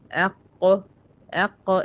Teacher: القاف تخرج من أقصى اللسان مع ما يحاذيه من الحنك الأعلى بين قوسين، دي مهمة جدا عشان نكمل التعريف، المنطقة الرخوة أو المنطقة اللحمية أو منطقة الطبق، في بعض الكتب اسمها منطقة الطبق. · Term: مخرج القاف